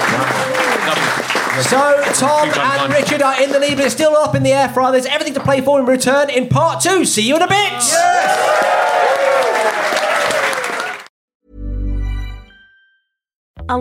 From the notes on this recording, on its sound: recorded live at The Phoenix in Cavendish Square